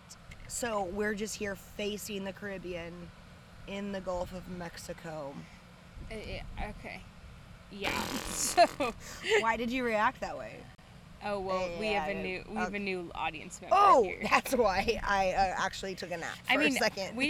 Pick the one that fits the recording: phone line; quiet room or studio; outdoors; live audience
outdoors